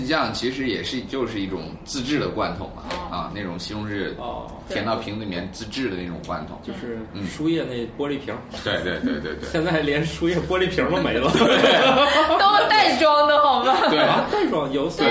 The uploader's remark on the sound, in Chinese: 本期节目为在张大妈办公区用录音笔录制，可能有街道上的杂音，请见谅。